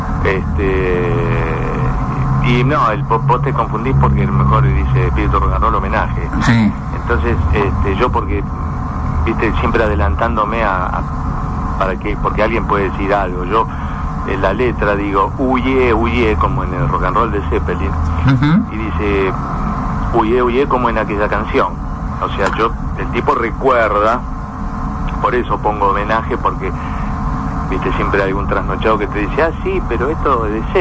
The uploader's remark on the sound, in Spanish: Nota telefónica